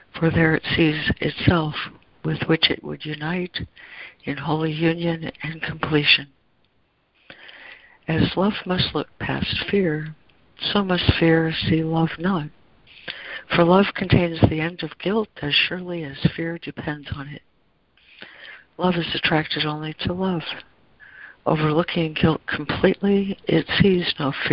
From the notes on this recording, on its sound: ACIM Daily Conference Call.